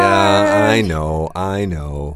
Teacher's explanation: so here we're kind of putting more stress on the I know